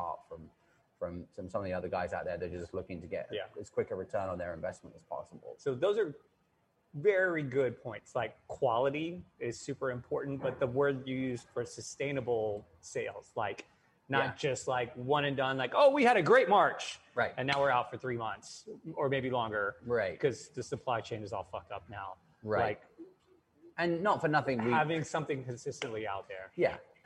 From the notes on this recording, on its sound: Today's episode of the Entrepreneurial Web is coming live from Fort Hamilton Distillery in Brooklyn's Industry City